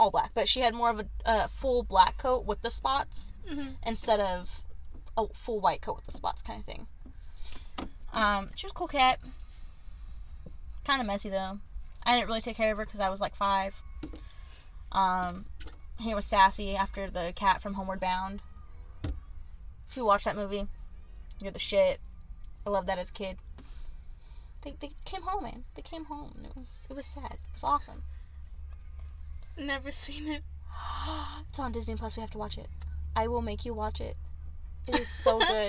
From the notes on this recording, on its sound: WARNING for all headphone listeners this rip is loud as hell